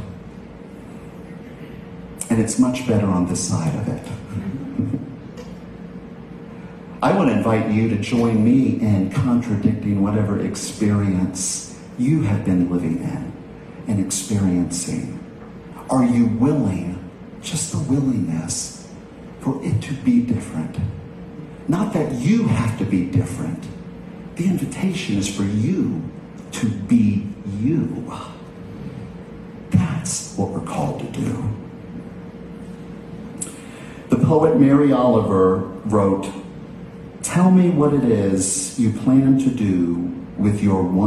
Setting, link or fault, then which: setting, large echoing room